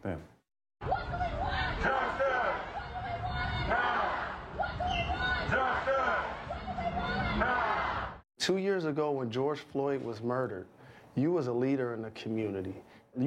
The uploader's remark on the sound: Previewing Game 1 of the NBA Finals live from the Chase Center...